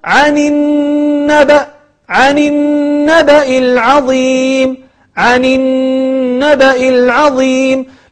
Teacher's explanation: نلاحظ أن النون مشددة وفيها غنة الذي هو الصوت الذي يخرج من الخيشوم. عن النبأ العظيم.